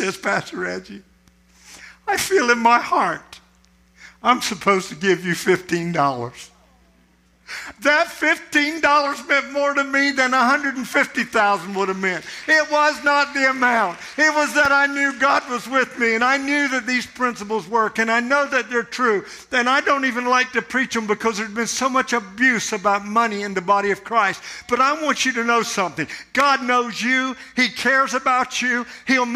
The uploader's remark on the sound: This sermon was recorded at Family Worship Center in Florence, SC on Sunday, August 13, 2023